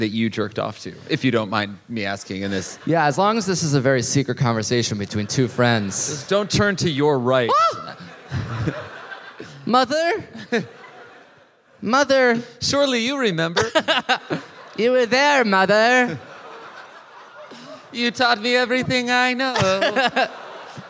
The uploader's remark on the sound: live in Melbourne!